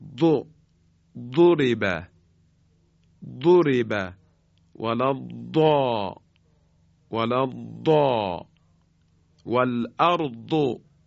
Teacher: داد رو به صورت یک دال خیلی درشت، یک دال مفخم در حقیقت ادا می کنیم